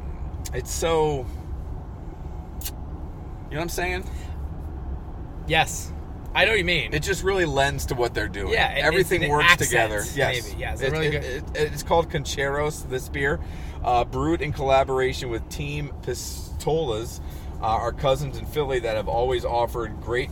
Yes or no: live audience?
no